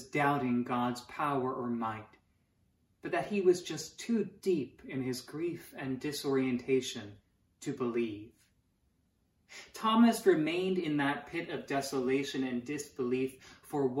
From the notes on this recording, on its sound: Sermons from Old South Church in Boston.